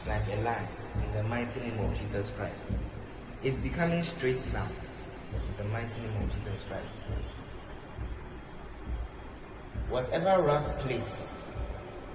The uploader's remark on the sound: Preached at The Love Arena Experience Service, LIVE at the Love Arena Church, Accra - Ghana